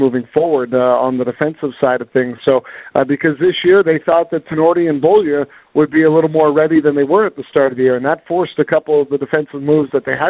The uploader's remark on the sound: we take your phone calls